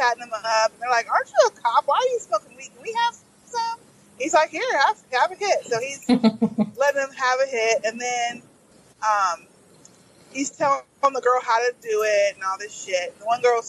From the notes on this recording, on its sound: car-casting so please excuse the audio quality of this episode